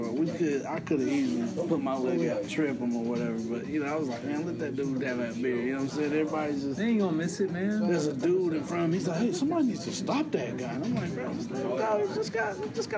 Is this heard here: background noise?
yes